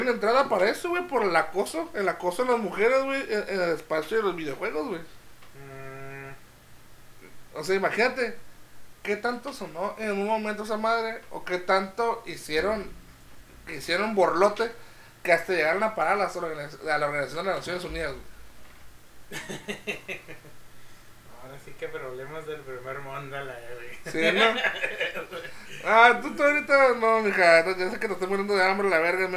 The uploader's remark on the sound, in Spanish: En este capitulo mal grabado